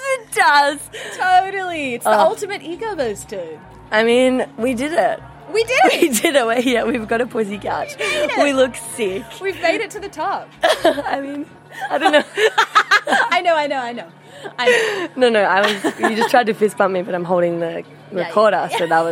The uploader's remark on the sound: Interviews with festival goers of Comfort Creek festival where I set up a LIVE interactive version of The Labia Lounge for the first time ever! Along with various passers by that came to check out what this big velvet p*ssy couch was all about.